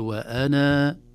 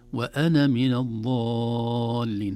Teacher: لكن لو وقفنا قال فعلتها إذا وأنا، لو وقفنا وقف يعني اضطراري أو اختباري وليس وقف اختياري، ليس فيه جمال في الوقف عليها، لكن لو اضطرنا الوقف عليها وعلى مثيلتها نثبت الألف وقفا ونحذف الألف وصلا، أقول وأنا، أما في الوصل وأنا من الضالين.